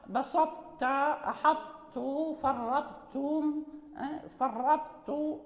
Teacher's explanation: الساكنة والتنوين. وكذلك لا يكون الإدغام كاملا في نحو أحطت، يعني يبقى استعلاء الطاء وإطباقها لأنها حرف قوي أقوى من التاء